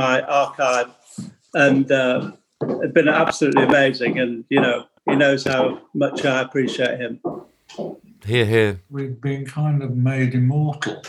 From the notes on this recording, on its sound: This glitchy, very '2020' Zoom call.